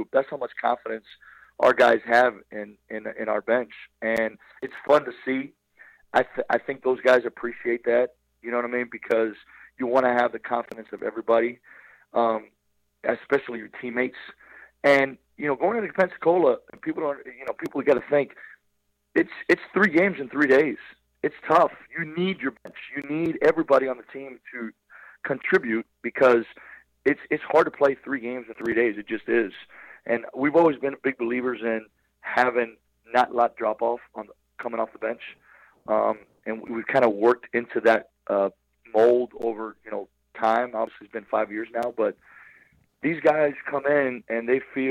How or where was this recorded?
phone line